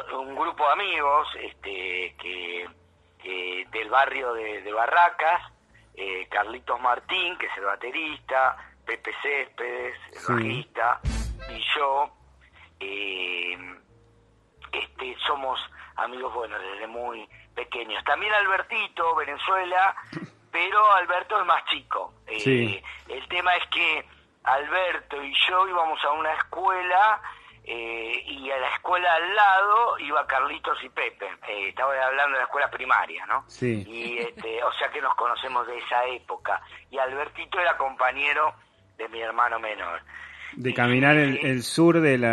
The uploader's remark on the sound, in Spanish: Charla Telefonica